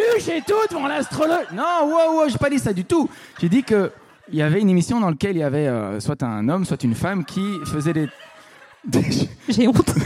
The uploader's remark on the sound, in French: enregistré en février 2022 à la Scala Paris